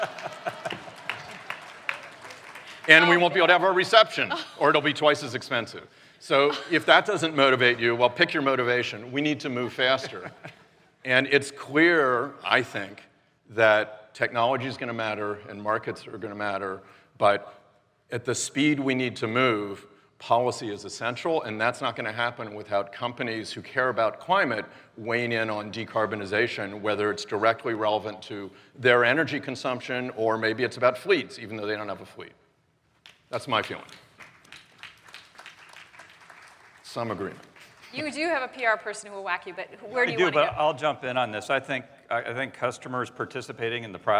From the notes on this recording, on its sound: The best of live interviews from GreenBiz events.